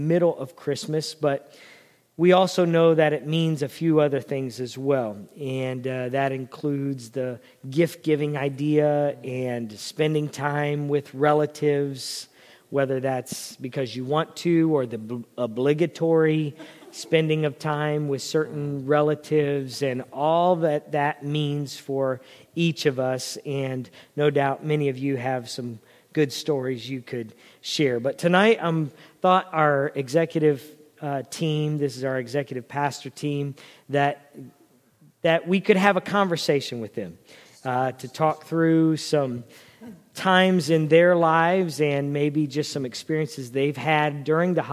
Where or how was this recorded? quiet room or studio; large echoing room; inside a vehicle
large echoing room